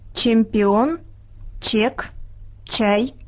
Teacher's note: Tämä on T-alkuisena ääntyvä pehmeästi suhiseva S.